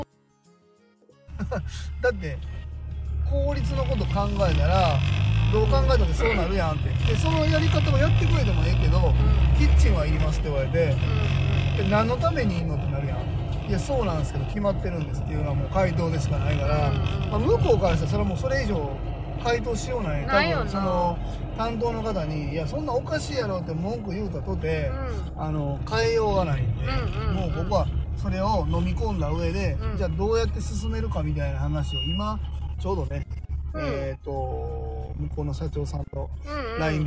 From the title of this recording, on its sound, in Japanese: 運転しながら生配信